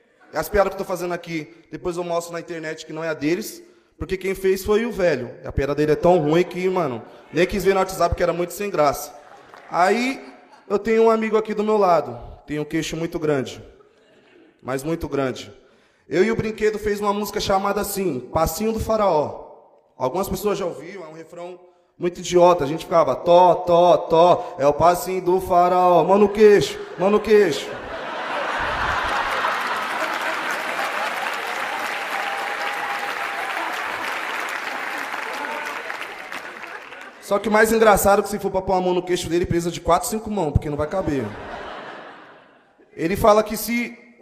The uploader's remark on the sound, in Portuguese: Show gravado no Teatro Gazeta.